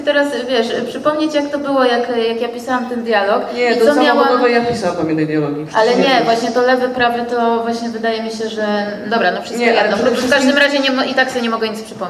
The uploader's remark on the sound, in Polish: Czwarty odcinek podcastu został nagrany 7 października w kinie Światowid, podczas pokazu specjalnego filmu "Nina".